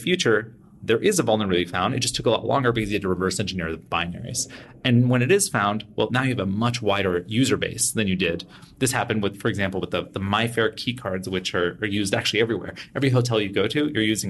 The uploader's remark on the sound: At Recorded Future’s RFUN: Predict 2019 conference in Washington, D. Where he was delivering one of the keynote presentations.